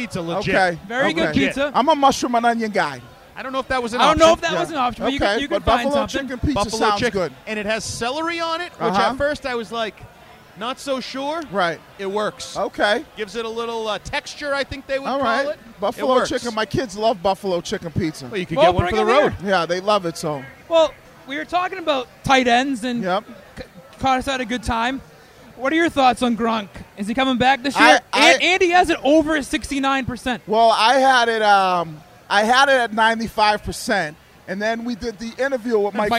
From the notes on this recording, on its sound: Episode 1 - Live from Lord Hobo Brewing in Woburn